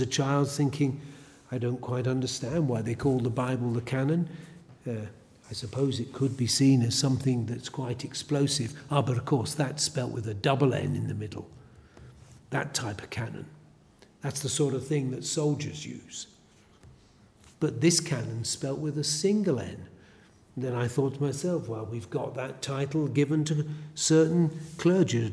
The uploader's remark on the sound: A sermon preached at Elswick Parish Church.